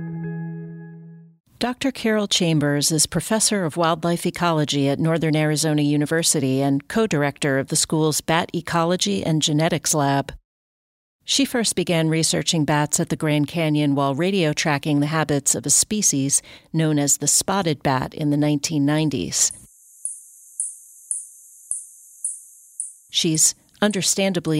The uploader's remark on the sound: At Grand Canyon National Park. Night sounds at the Grand Canyon.